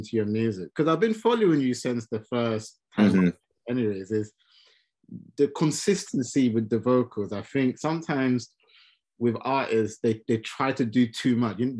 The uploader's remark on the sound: on Zoom to discuss his new single and more